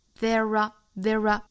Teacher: 其实就相当于是 there 读好了之后，再去加一个 r 的发音